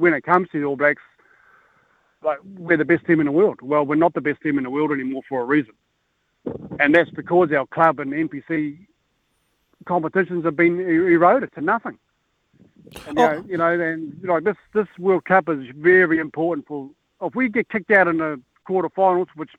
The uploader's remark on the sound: goes to the phone and text lines for the listeners thoughts